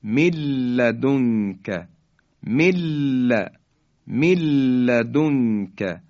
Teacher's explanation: خب، و اما کلمات دیگری در قرآن هستند، مثل من لدنک، یعنی نون ساکن در لام ادغام میشه، مثل من لدنک که میگیم مل لدنک، مل، مل لدنک، یعنی نون ساکن حذف میشه و حرف بعدی یعنی حرف لام مشدد بیان میشه